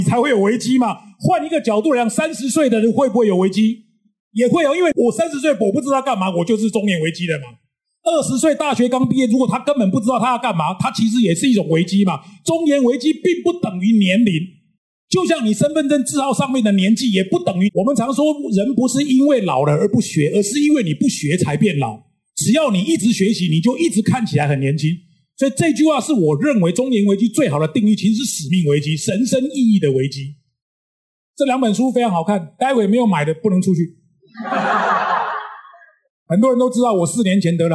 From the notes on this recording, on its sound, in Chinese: 本集內容取自天下文化主辦的2023世界閱讀日「在閱讀路上 與成功有約」講座現場錄音